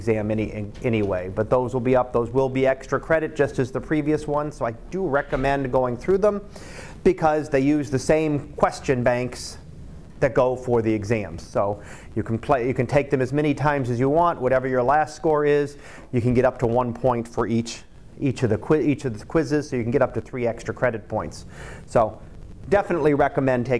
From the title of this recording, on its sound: Live Class Lecture 2018 Oct 18